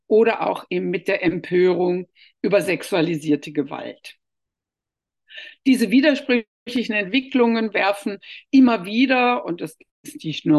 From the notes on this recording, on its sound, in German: Ein Mitschnitt der digitalen Jour fixe-Reihe der Assoziation für kritische Gesellschaftsforschung (AkG)